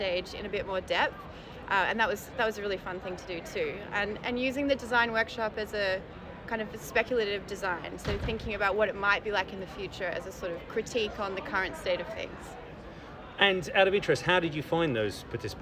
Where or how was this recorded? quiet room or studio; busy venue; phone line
busy venue